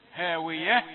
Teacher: هاوية لأنها تاء مربوطة وقف عليها بالهاء